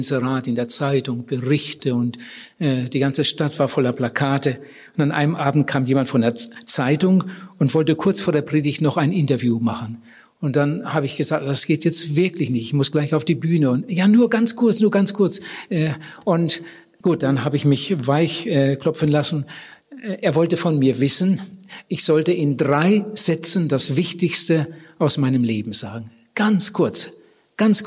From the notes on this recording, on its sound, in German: bei den Missions- und Freundestagen 2014 in Wienhausen im Missionswerk Bruderhand gehalten hat